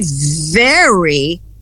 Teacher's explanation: Então, o B de berry, para um brasileiro é óbvio, não tem dúvida nenhuma, berry, porque você juntou os lábios aí, soltou, né, berry, ao passo que very, tá? É um som de fricativa labiodental.